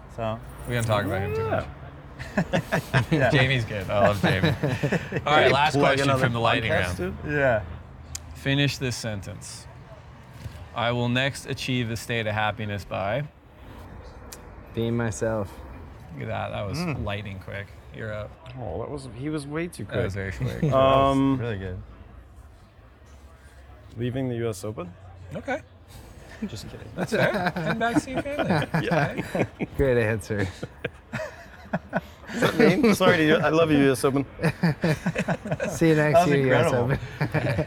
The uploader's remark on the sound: Filmed live at the premiere of Convergence in Huntington Beach during the US Open.